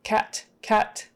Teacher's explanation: I want to make sure that my T is right up behind my teeth. Cat, cat, not far back.